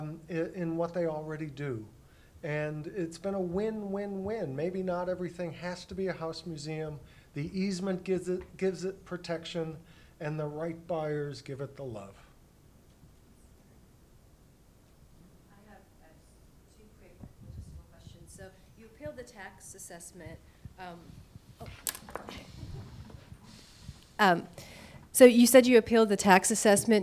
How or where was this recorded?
live audience